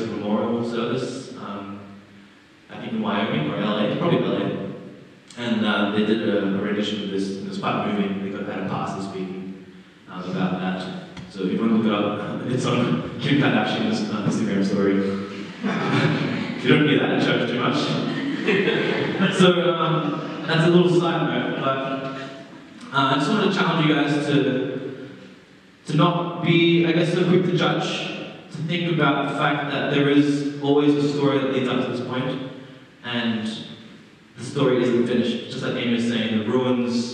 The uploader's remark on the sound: Terrible audio quality